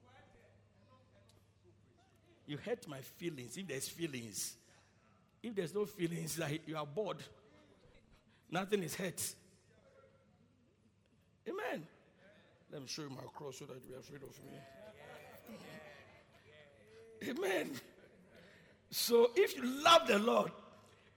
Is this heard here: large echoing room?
yes